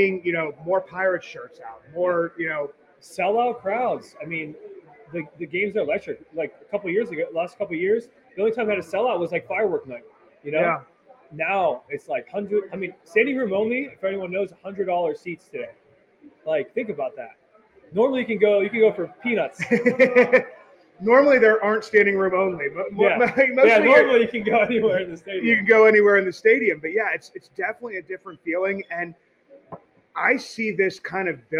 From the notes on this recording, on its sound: Goes live from Allegheny City Brewing, in the heart of Deutschtown. For the Pirates Home Opener.